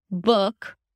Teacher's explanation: And the lips round just a bit, if at all. Some people don't even round the lips for this sound. · IPA: bʊk